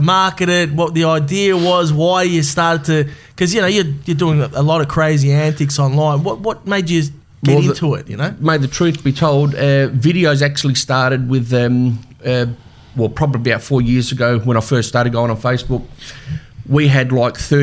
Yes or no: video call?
no